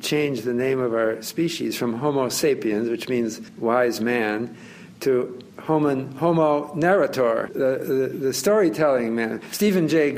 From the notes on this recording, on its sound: at the floor of the New York Stock Exchange